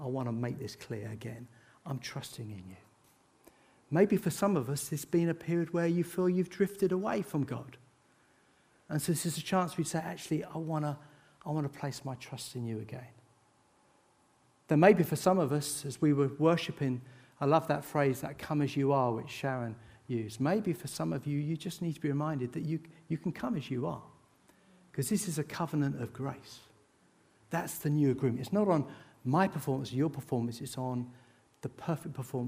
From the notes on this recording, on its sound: This sermon was recorded on Sunday 9th July 2023 at our Putnoe venue.